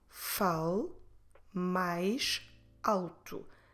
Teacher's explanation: when we say this sentence, we will put the words mais alto together, because that S in the end of mais is in between two vowels.